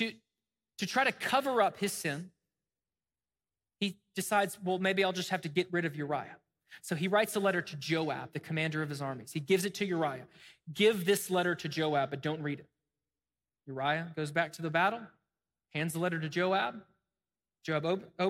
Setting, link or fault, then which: setting, large echoing room